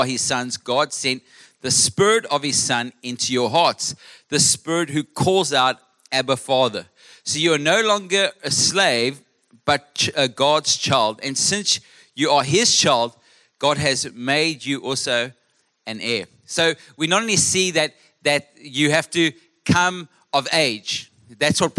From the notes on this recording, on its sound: Melkbos AM. Recorded live on Sunday 18th June the 2023.